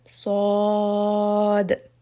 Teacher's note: at the end of sod, there is going to be a little bit of qalqala